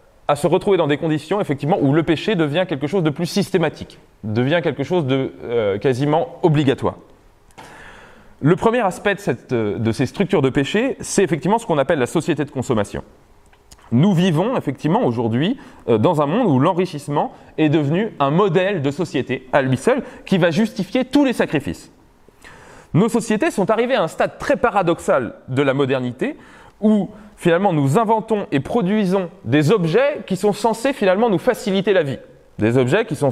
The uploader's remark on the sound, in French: Conférence introductive de l'université d'été Academia Christiana 2017 sur la reconquête.